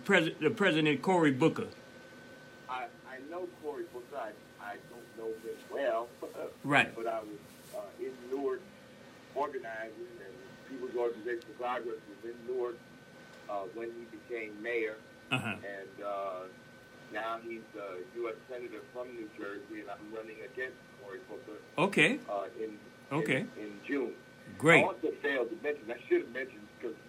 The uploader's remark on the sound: The Open Line Radio Show. We have on the phone.